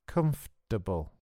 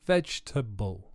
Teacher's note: Comfortable swallows a syllable. Another common example is vegetable. · Term: swallowed syllable